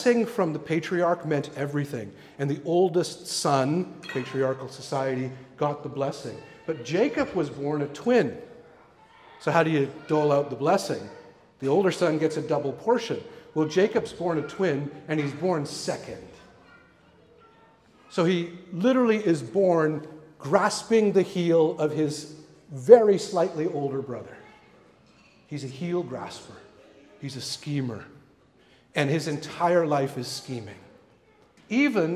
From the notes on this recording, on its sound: recorded at the Pipe Shop venue in North Vancouver